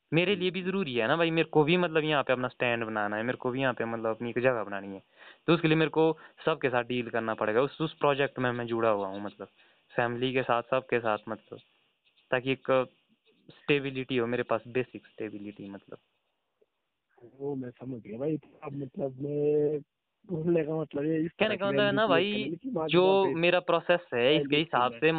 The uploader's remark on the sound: A phone talk